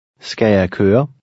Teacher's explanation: The L at the end of the first word is barely pronounced.